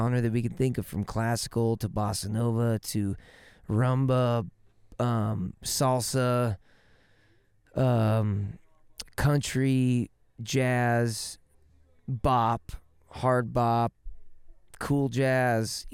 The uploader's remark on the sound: Van Sessions ROOTS at The Brue Haus. BACK IN THE VAN IN THE BRUE HAUS DRIVEWAY! Recorded during Ogden's First Friday Art Stroll. Thanks to everyone who came out to the live show!